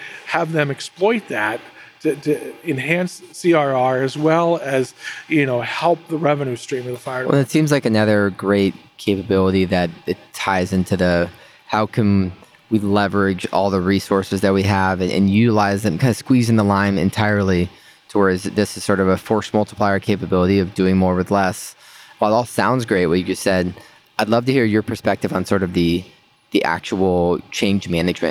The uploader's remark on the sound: Thanks for joining our 16 part FRST Challenge Mini Series recorded at the competition!